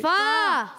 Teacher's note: تو جب فا کو پڑھیں گے اس کی ادائیگی کریں گے اس کا مخرج جو ہے اوپر والے دانتوں کے کنارے جب نیچے والے ہونٹ کے تر حصے سے لگتے ہیں تو ادا ہوتا ہے فا